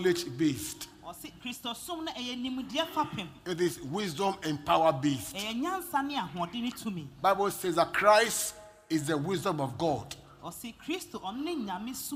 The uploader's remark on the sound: Preached at LCC Goshen